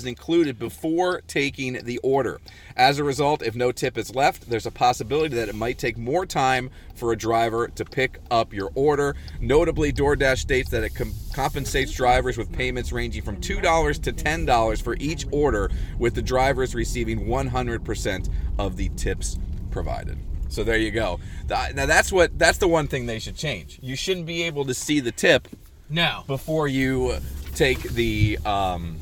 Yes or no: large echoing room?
no